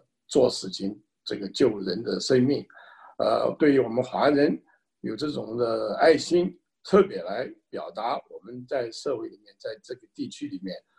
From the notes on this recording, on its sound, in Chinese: 西雅图“爱心午餐”新闻发布会。这是4月13日我在线上主持的一场新闻发布会的录音。